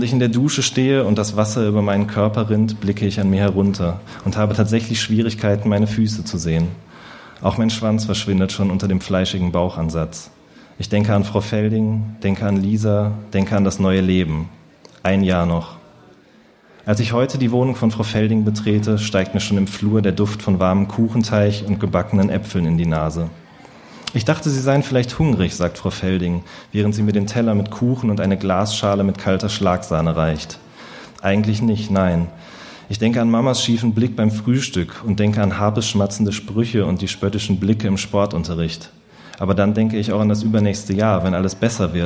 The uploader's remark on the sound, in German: Aufgezeichnet wurde bei Kabeljau&amp;Dorsch, einer berliner Lesereihe für junge Literatur.